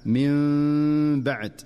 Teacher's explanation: أما الحكم الثالث فهو الإقلاب، ويكون إذا جاءت النون الساكنة أو التنوين قبل حرف الباء فتقلب النون في النطق ميما مخفاة مع الغنة. ومن أشهر أمثلته في قوله تعالى: من بعد، وهنا ينبغي الحذر من إظهار النون كاملة أو نطق ميم ظاهرة كاملة، بل هو أداء دقيق يتلقى بالسماع والمشافهة.